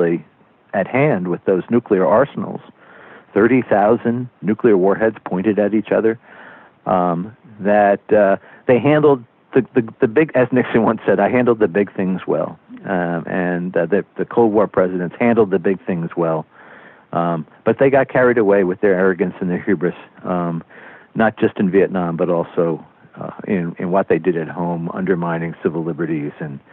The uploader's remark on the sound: Smithsonian Associates Interview Series. Via internet phone.